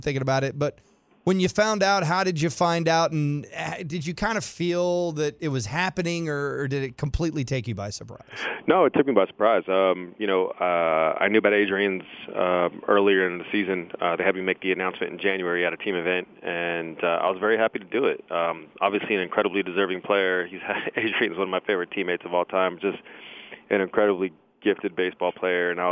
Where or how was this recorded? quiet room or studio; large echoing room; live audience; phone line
phone line